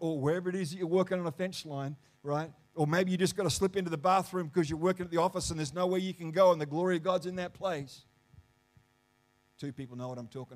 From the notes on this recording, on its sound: The live stream of Destiny Church Atherton.